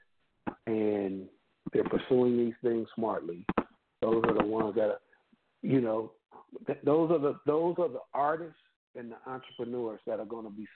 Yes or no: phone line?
yes